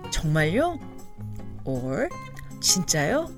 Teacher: both 정말요 and 진짜요 can be used to mean are you sure with the rising intonation